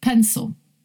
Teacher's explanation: The stress is on the first syllable and the second syllable is unstressed and that vowel is replaced by the schwa sound. So we don't say pen, sil, we say pencil.